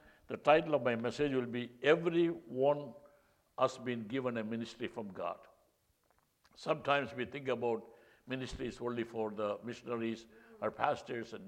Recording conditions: large echoing room